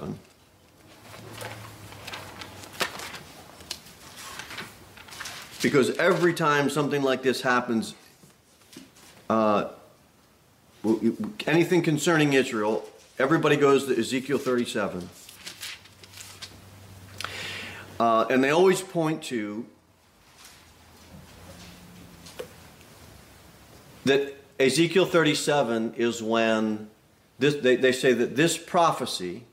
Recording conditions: large echoing room